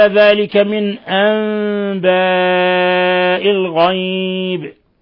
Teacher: من أنباء الغيب قلنا نون ساكنة جاء بعدها الهمزة إظهار حلقي نون ساكنة جاء بعدها الباء إقلاب حيث قلبنا النون ميما مخفى عند الباء